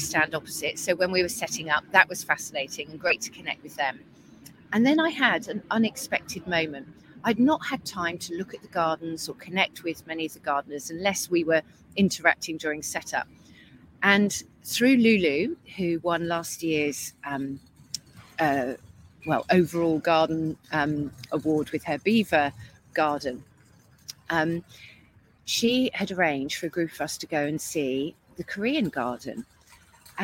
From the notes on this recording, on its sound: Recorded this podcast LIVE during her week at Chelsea Flower Show with her client The Newt in Somerset.